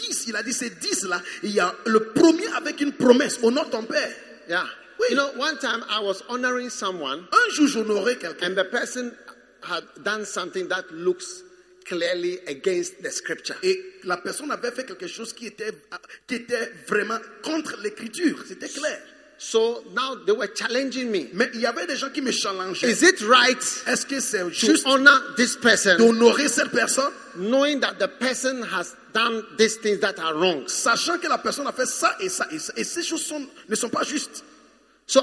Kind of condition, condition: setting, live audience